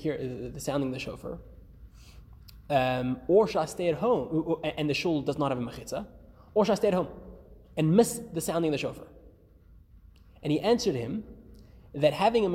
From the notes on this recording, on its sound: Recorded live at The Torah Center ATL